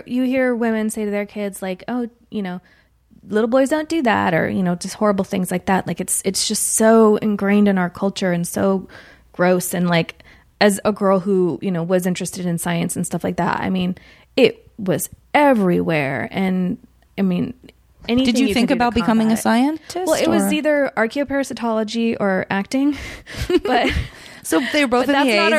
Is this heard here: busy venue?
no